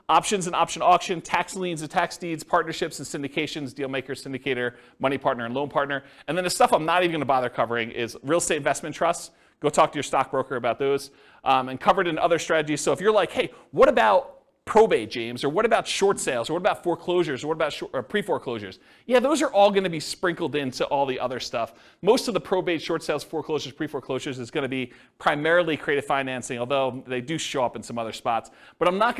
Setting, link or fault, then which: setting, live audience